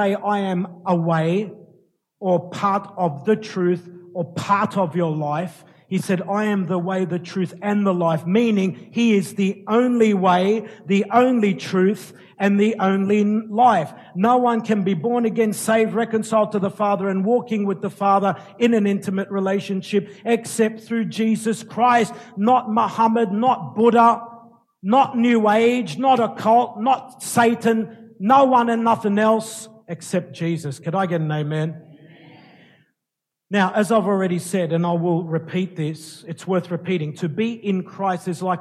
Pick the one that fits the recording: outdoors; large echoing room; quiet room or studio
large echoing room